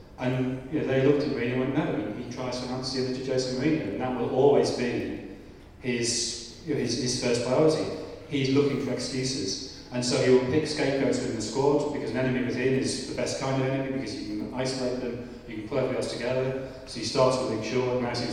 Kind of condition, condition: fault, poor sound quality